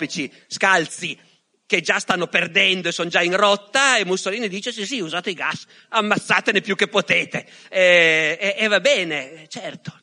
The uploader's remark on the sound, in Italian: Da LOGOS, il festival del CSOA eXSnia di Roma